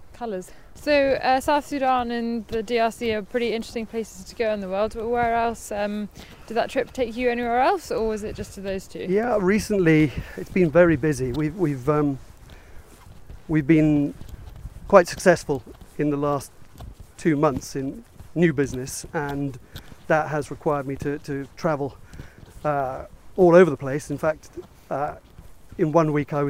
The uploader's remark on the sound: Walking around Ardington House in Oxfordshire